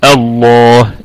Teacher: الهمزة في لفظ الجلالة همزة وصل تثبت ابتداء وتسقط درجا. تثبت ابتداء، يعني لو ابتدأت من أول لفظ الجلالة فسأقول الله، إذن هي تكون محققة حال البدء عليها.